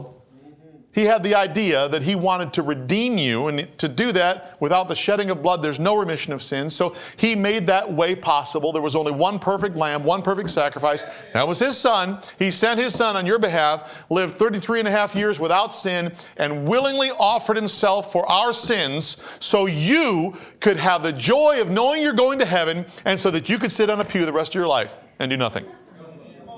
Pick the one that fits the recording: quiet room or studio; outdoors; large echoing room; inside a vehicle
large echoing room